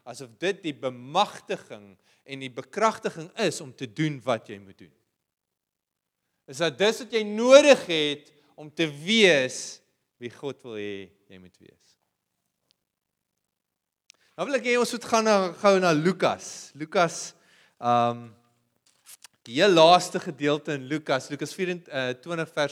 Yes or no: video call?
no